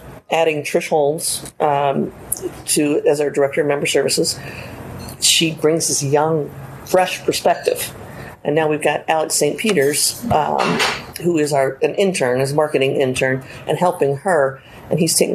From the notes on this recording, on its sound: on this episode of Business Over a Brew from Elijah P's Burgers and Brews in Alton